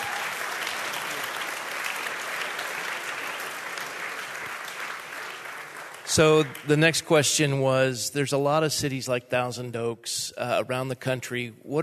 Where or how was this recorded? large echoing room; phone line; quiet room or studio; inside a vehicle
large echoing room